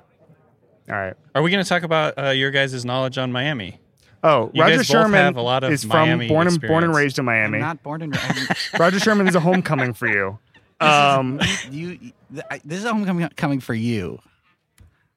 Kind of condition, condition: setting, busy venue